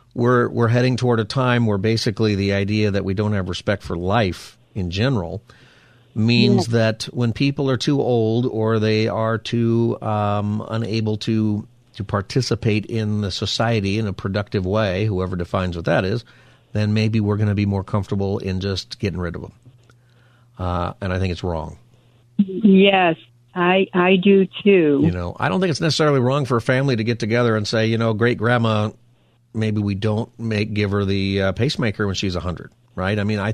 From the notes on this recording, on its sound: We continue Open Phone Friday taking your calls on any topic.